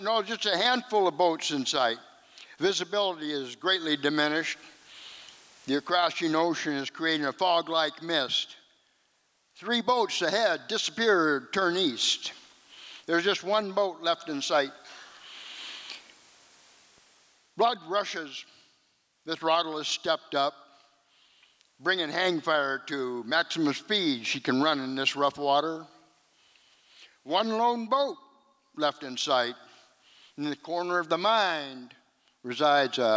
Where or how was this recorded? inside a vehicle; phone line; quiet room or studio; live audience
live audience